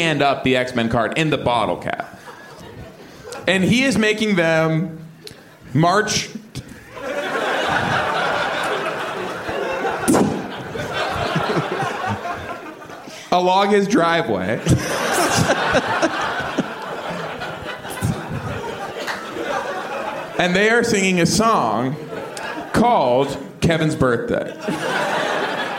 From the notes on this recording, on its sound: Live from Onionfest. Doing a live show in Chicago City.